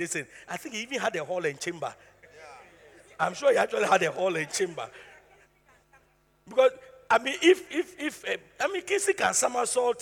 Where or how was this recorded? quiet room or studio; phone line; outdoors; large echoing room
large echoing room